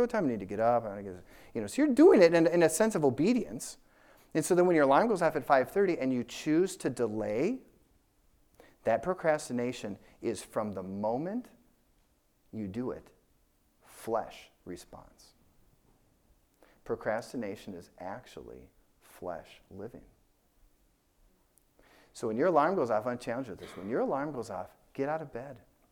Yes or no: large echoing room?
yes